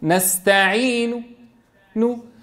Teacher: ضمة الشفتين قليلة، بعض الضم في الصورة، والصوت أيضا بعض الصوت في الضم، فأقول نستعين نو، فآتي ببعض صورة الضم وببعض صوت الضم. · Term: الروم